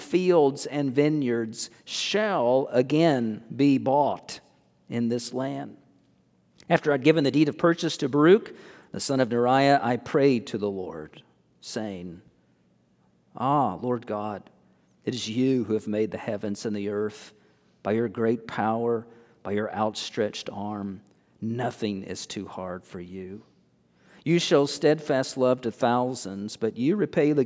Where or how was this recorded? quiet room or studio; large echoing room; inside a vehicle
large echoing room